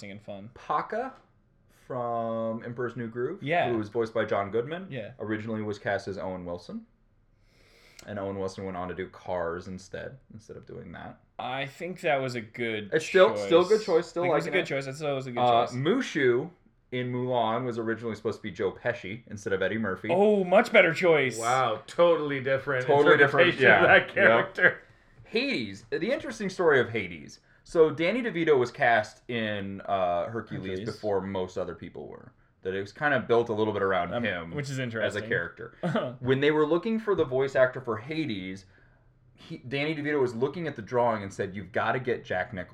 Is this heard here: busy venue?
no